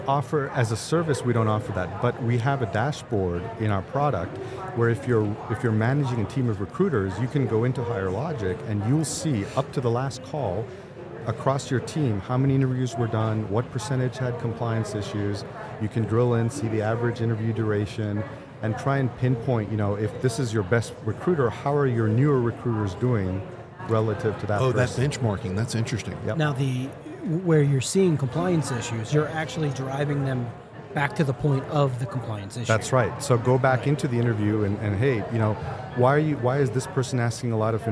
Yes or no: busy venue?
yes